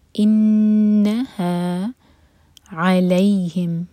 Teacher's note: انہا نون پر شدہ، نون پر غنہ کریں گے، ہولڈ کریں گے 2 سیکنڈز